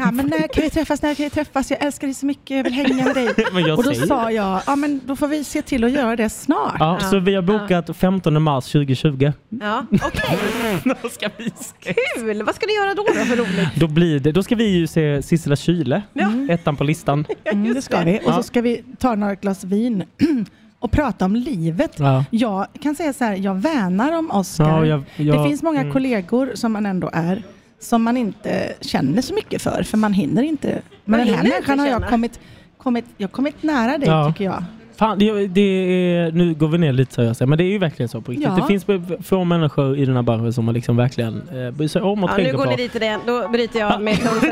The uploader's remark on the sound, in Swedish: Sänder från ENTRÉN idag, inför publiken i VIP-soffan.